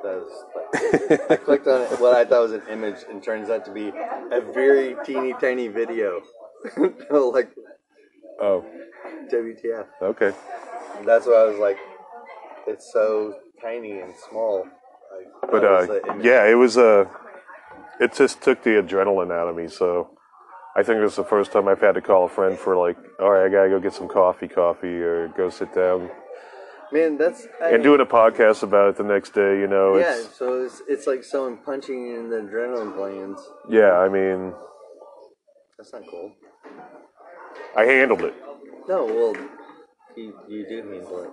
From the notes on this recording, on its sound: Recorded live in an IHOP with a bottomless coffee pot.